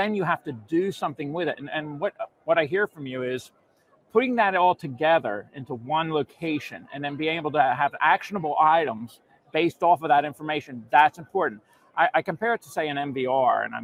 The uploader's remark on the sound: records live from the NAFA I & E in Baltimore